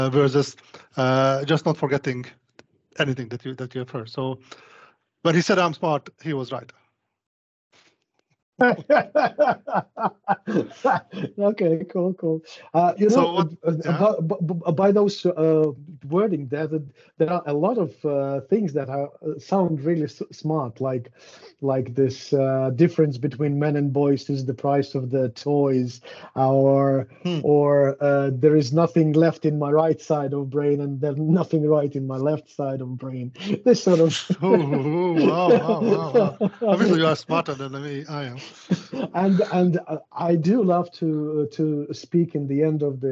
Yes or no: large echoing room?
no